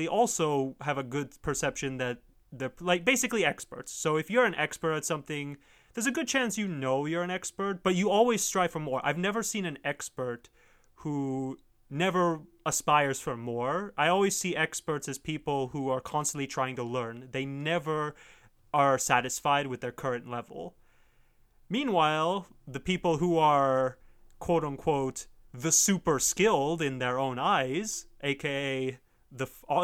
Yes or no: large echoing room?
no